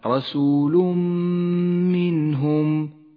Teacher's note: في قوله تعالى رسول منهم حرف الميم من حروف الإدغام بغنة ندغم التنوين بالميم فيسقط التنوين من اللفظ